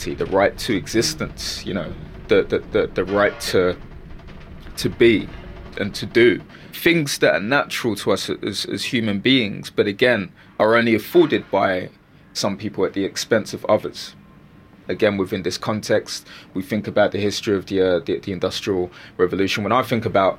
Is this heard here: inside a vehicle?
yes